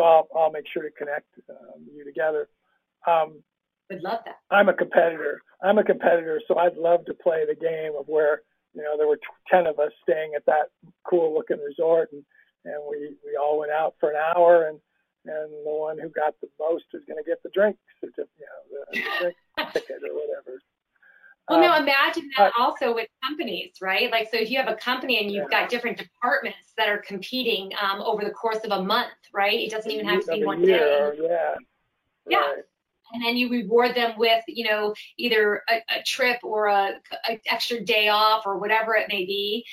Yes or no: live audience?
no